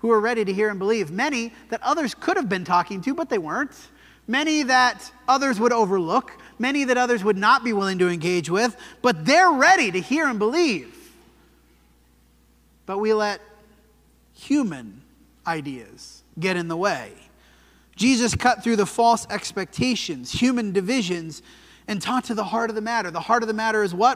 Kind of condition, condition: setting, large echoing room